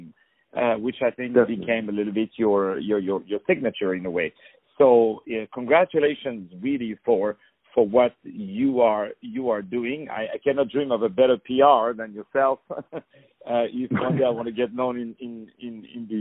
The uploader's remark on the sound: On the phone